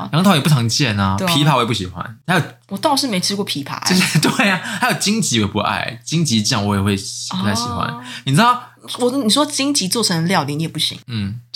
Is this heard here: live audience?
no